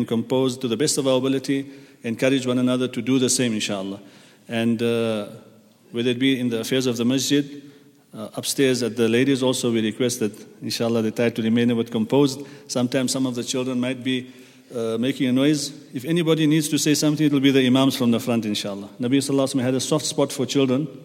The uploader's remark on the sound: at the Houghton Masjid (West Street)